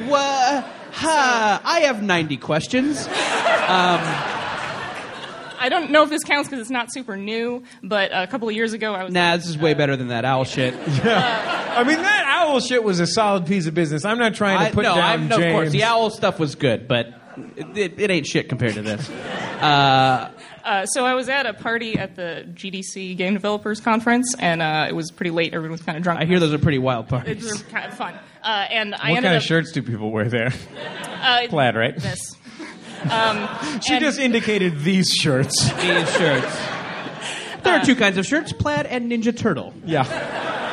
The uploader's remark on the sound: Live at SF Sketchfest. Live on stage at the Eureka Theatre as part of the 2016 SF Sketchfest.